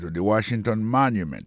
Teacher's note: le mot Washington, l'accent tombé sur le premier syllabe là. Pour le mot monument, il tombe sur le premier syllabe là.